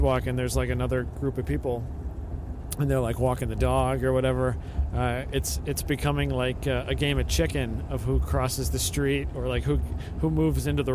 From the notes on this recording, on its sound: Long Drives with Bad Audio. Even after more than 300 shows, he still struggles to use a recorder properly.